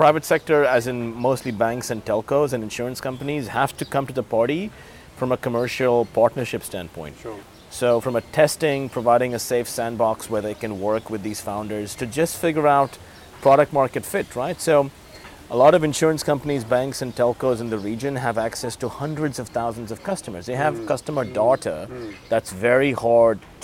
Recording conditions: busy venue